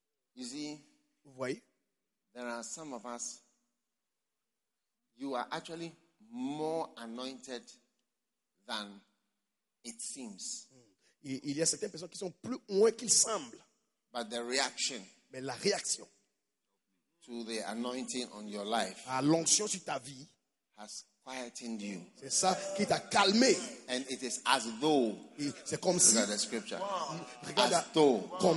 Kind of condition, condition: setting, live audience